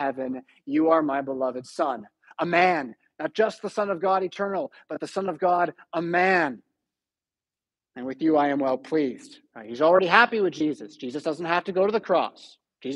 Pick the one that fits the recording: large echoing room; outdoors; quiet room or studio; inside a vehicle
large echoing room